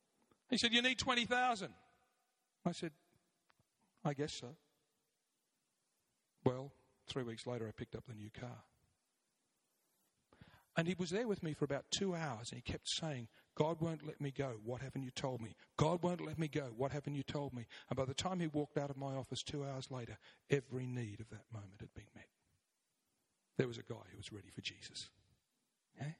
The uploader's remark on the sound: 9am Service, Arena Church, Ilkeston